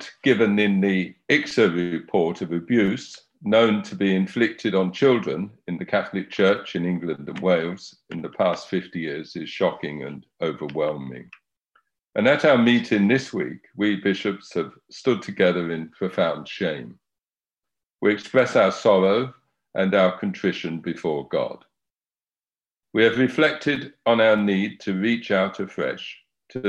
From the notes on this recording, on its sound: Safeguarding - Virtual Press Conference. A press conference that took place virtually.